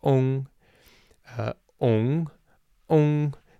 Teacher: In southern China, in Taiwan is where I've noticed this the most, you're going to hear the ung, more of an O sound